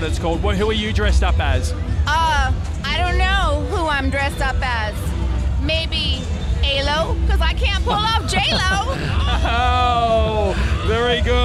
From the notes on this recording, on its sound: Live From The West Hollywood Halloween Carnaval. We're live from LA!